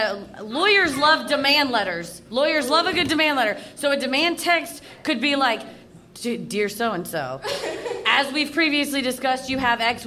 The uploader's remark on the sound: Recorded live at Zanies in Nashville, TN.